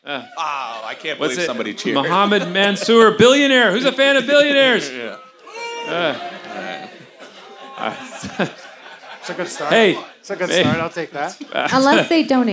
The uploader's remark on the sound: It was a packed house at Whistle Stop Bar this week. The homey "Greater Golden Hill" establishment has long been the heart of our live podcasts and this was our first show back since the pandemic — in front of a sold out crowd.